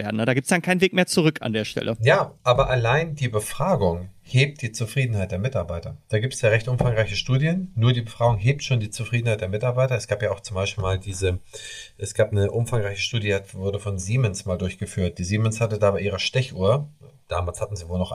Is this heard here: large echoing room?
no